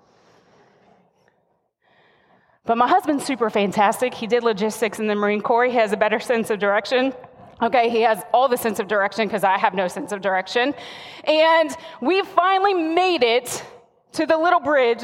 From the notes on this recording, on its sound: the message recorded live at Covenant